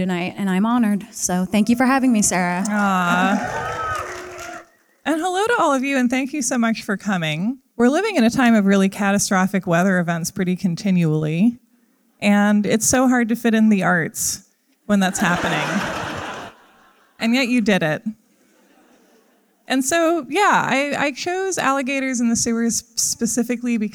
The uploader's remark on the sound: Live at SF Sketchfest